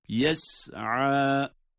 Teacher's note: يَسْعَى، sin ince, ayn, boğazın ortasından çıkan bir elif miktarıyla uzatacağımız